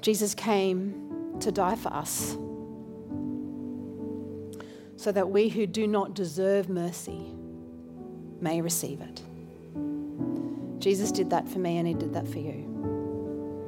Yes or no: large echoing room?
yes